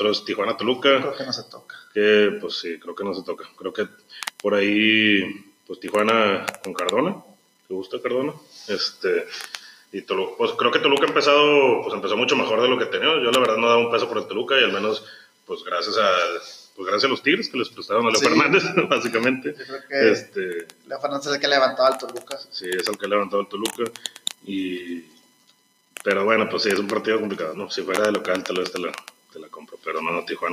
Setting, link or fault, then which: fault, poor sound quality